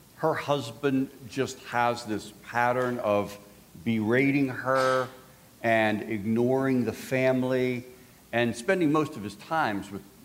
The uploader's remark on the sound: This resource was recorded live at the 2018 Institute: Loving Wayward Souls: Grace for our Prodigals.